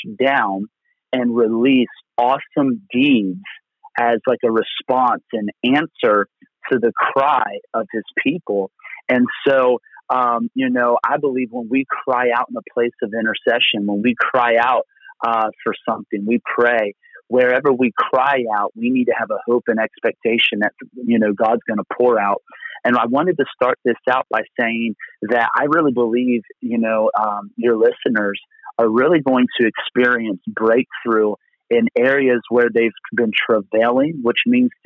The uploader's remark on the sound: Location: Phone. Location: Phone.